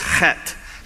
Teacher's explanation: It is pronounced chet. The H there is pronounced with the guttural ch.